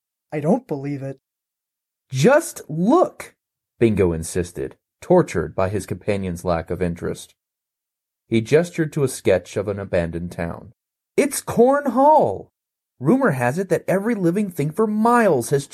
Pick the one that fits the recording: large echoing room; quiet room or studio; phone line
quiet room or studio